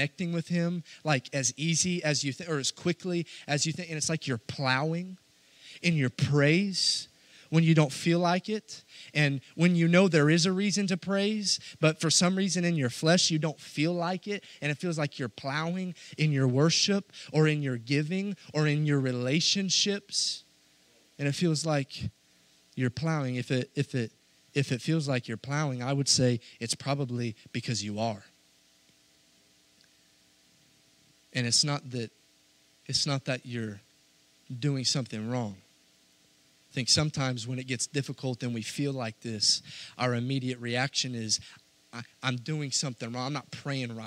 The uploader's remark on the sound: This message was preached Sunday, February 20, 2022, at our Cowden, Il location.